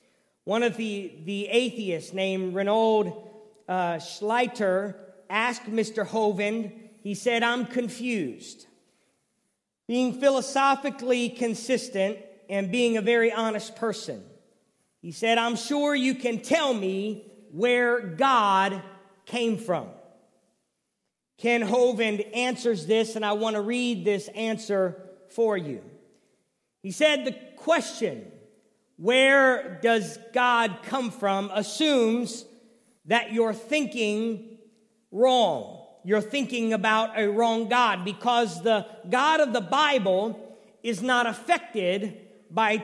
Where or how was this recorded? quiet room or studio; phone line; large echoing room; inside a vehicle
large echoing room